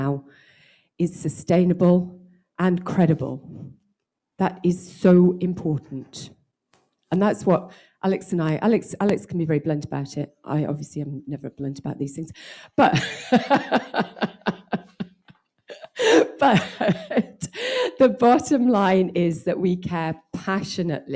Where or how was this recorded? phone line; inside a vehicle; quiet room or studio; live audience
live audience